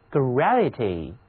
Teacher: 大家要注意 gravity 这个词中间的字母 A，它读作比较扁的那个梅花音 gravity，而这个字母 A 呢到了 grieve 这个词当中读的是它的本音，也就是 Agrieve，因此有 gravity 还有 grieve，就是因为有了重力，这才使得我们感